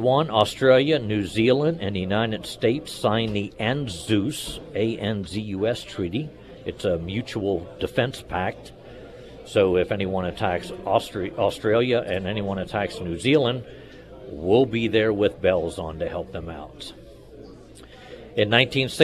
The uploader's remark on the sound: live at Scramblers Diner